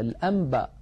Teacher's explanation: القلب القصد به إبدال حرف بآخر، وهذا في أحكام النون الساكنة والتنوين موجود في النون الساكنة إن أتى بعدها باء. الإنسان بفطرته يا إخوة يقلب النون الساكنة إذا أتى بعدها باء إلى ميم · Term: حكم القلب